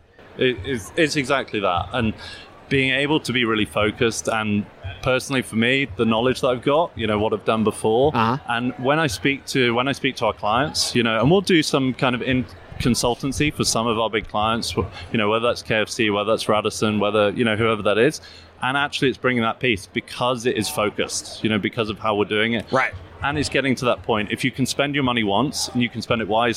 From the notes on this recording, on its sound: Live from UNLEASH America in Las Vegas